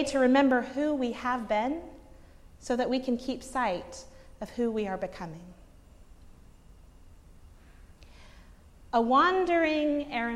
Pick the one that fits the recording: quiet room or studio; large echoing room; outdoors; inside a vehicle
large echoing room